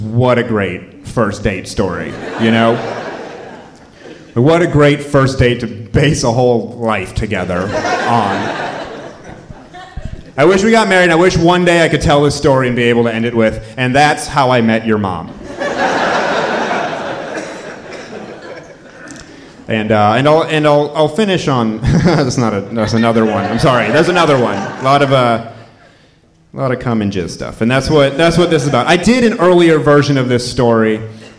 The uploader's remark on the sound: Live From Charleston! At the Charleston Comedy Festival in South Carolina.